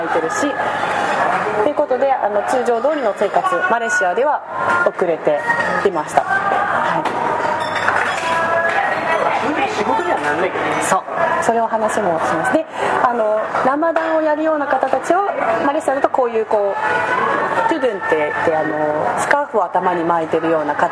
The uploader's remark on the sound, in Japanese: 飲食店での収録のため雑音が多くなっております。